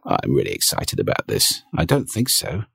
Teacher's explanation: The final register is vocal fry.